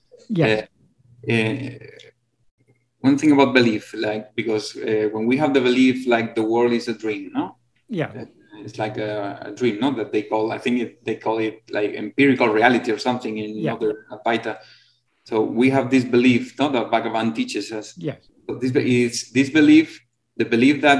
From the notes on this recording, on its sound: In a Zoom meeting